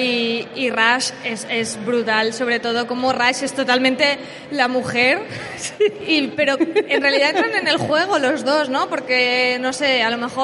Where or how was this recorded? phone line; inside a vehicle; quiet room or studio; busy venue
busy venue